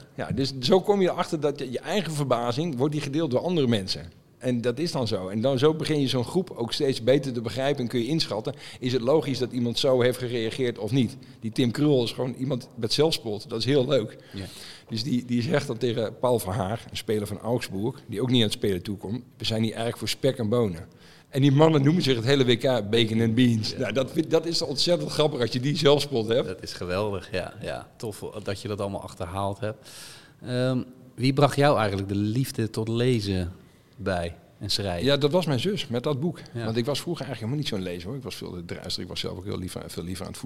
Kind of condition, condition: setting, busy venue